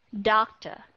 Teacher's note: Doctor, nó cũng là âm schwa sound ở phía sau. · IPA: ə